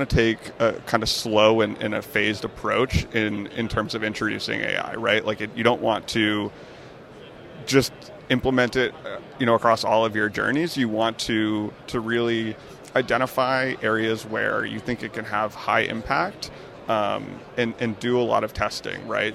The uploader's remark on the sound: Live from ITC Vegas ’23